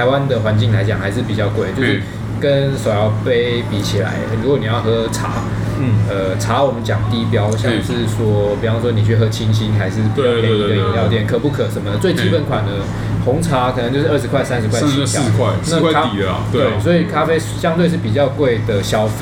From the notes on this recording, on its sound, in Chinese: 本集白噪音指數：蚊風級 1/5。錄音地點： Wine Café。